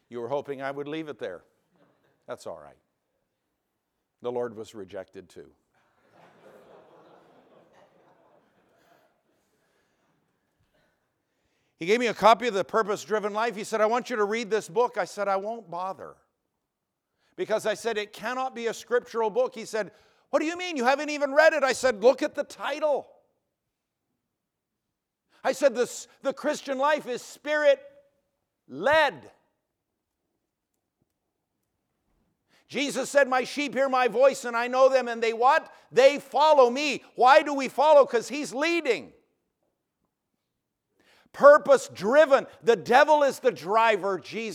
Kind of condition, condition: setting, large echoing room